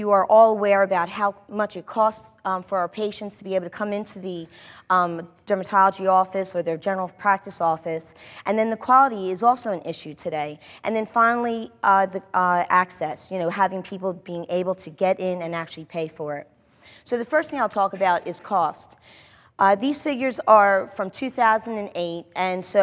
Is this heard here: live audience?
yes